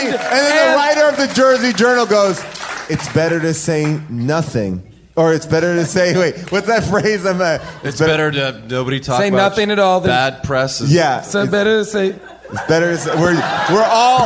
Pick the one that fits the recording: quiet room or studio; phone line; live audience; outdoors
live audience